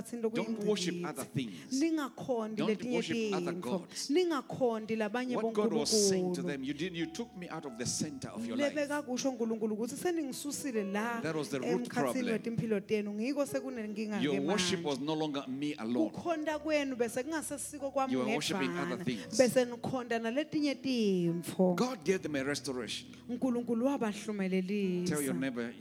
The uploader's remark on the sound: Recorded Live at The Apostolic Hub